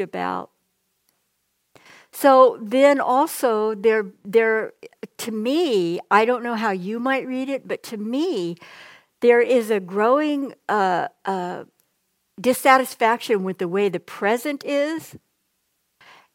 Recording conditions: large echoing room